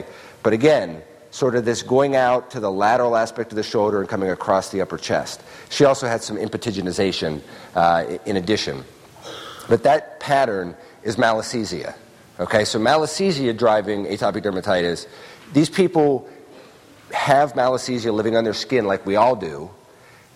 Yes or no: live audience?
yes